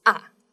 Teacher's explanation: And the fourth one, you start from the higher place and goes down, which is ah.